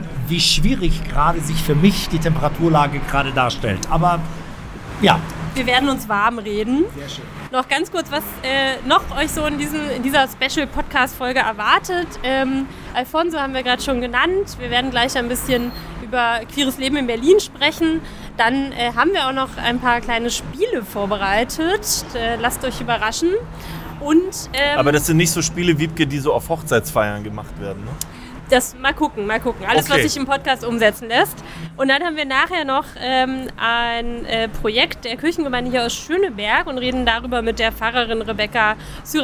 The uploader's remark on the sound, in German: LIVEFOLGE von der Christmasavenue. Der Schöneberg Podcast Live! Waren live auf der Christmas Avenue und haben dort eine spannende Podcastfolge.